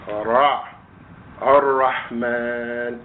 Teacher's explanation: So I use that as an example of how to say the Arabic R. Rah, it's a rolling R